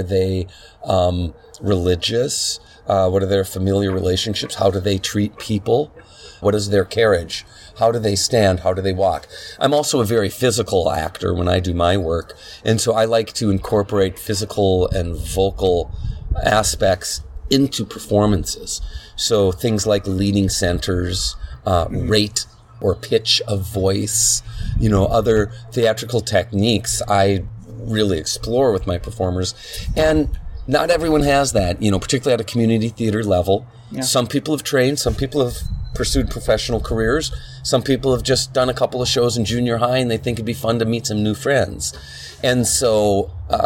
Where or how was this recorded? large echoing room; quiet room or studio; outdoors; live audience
outdoors